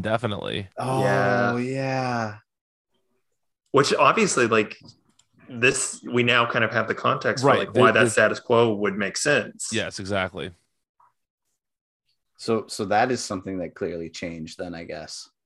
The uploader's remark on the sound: The boys get Zoom working again